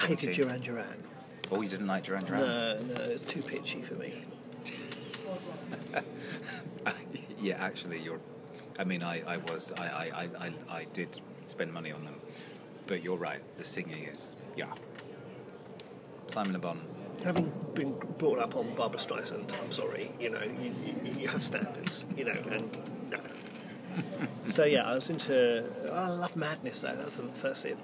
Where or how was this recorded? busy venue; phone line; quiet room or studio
busy venue